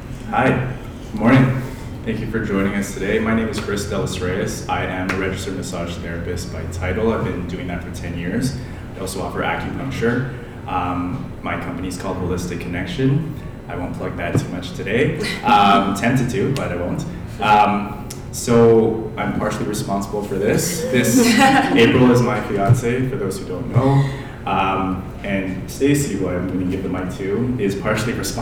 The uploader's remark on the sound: Breakfast Club Live Recording!